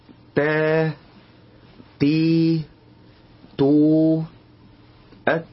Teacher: إن التاء أصلا في جسمها همس